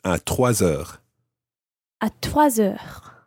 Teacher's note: because you're following it with a vowel sound, albeit a silent H, then you say 3 heures. You run the S of 3 into it.